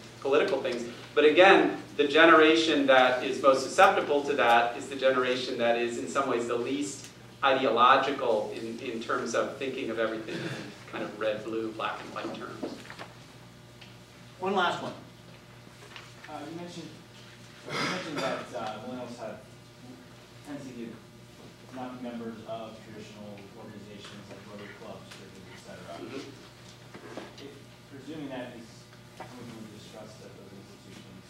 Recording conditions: live audience